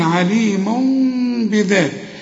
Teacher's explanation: ما أقفلش شفايف هنا، يبقى في انفراج في الشفايف بسيط جدا علشان أطلع نص ميم كده · Term: إقلاب مع الإخفاء مع الغنة